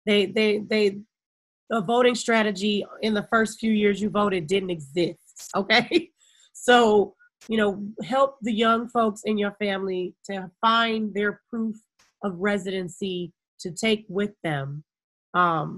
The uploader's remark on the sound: host a zoom on facebook live